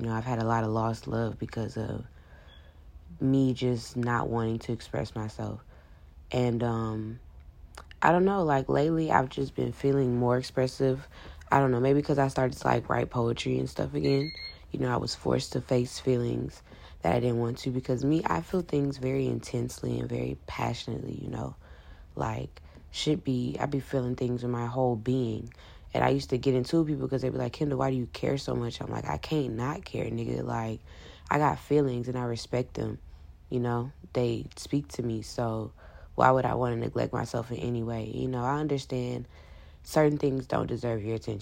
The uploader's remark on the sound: i recorded it on my phone in the middle of the night